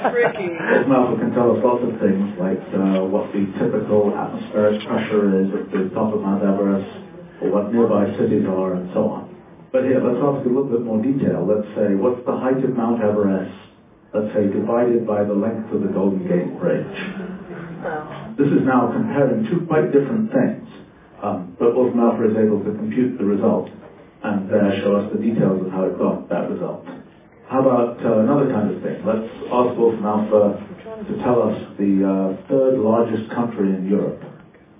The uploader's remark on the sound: This is an audio recording of a presentation for teachers in Yukon Public Schools